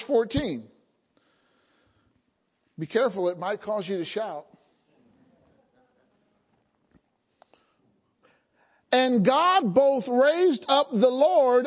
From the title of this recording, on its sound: Sunday Morning Service